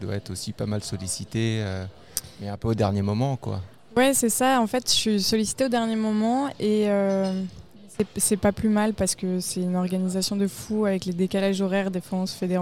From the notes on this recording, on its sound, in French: Elle est de passage au Québec. Merci au restaurant le Renoir pour l'accueil lors de l'enregistrement du podcast.